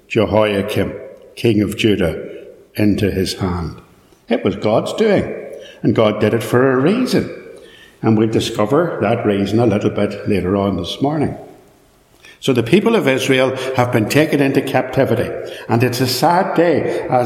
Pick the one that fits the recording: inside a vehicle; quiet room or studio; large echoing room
large echoing room